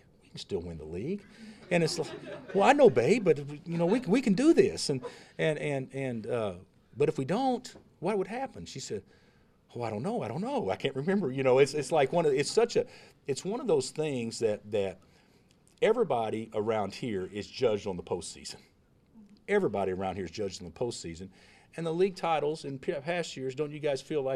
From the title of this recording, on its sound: Press Conferences & Post-Game Interviews